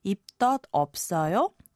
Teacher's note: Simply raise the end of the sentence and say 입덧 없어 or 입덧 없어요 to ask, do you have any morning sickness?